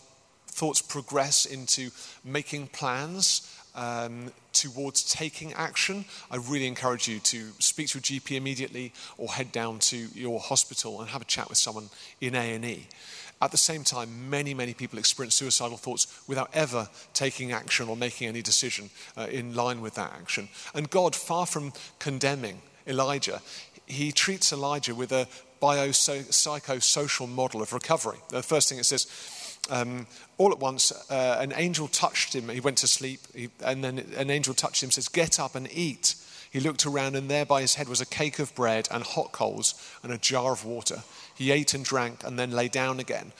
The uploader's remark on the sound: Recorded as part of an occasional series of Q&A events at Greyfriars Church in Reading